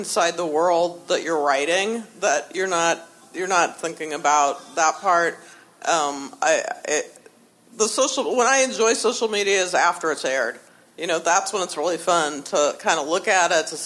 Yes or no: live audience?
yes